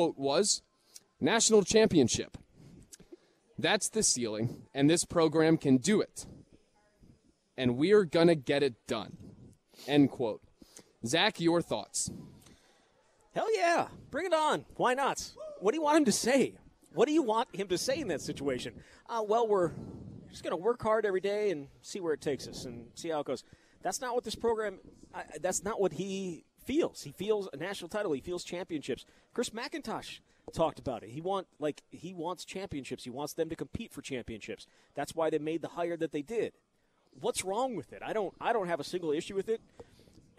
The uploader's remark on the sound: live at Monk's in Sun Prairie